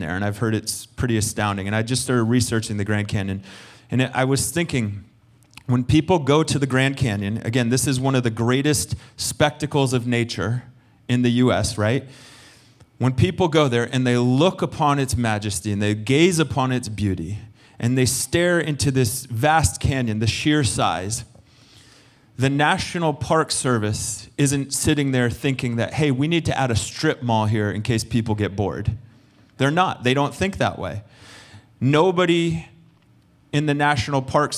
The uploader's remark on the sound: Recorded sunday evening service